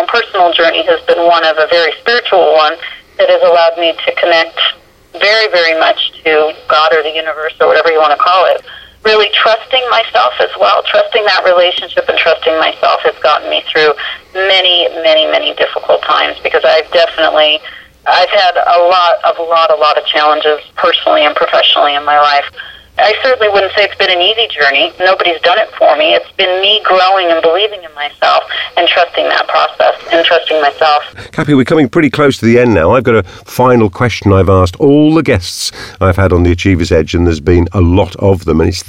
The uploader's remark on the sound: I managed to find a few minutes for a phone conversation with her